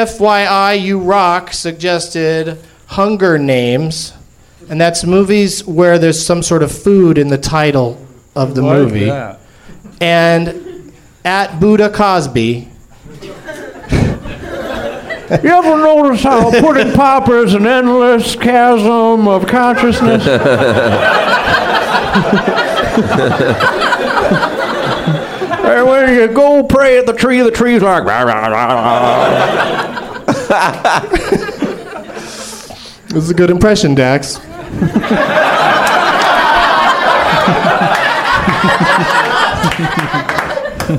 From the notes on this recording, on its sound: Live from the Nerdmelt Theater at Meltdown Comics in L.